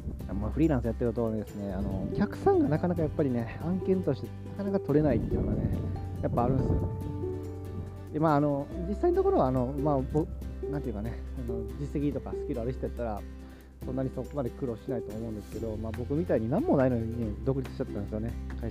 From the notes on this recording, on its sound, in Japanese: すみません冒頭に風の雑音が入ってます。